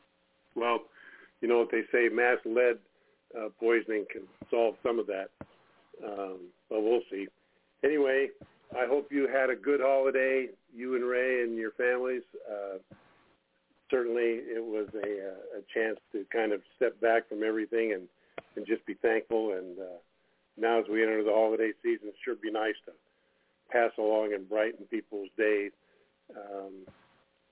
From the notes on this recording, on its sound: TNTSuperfantastic Conference Call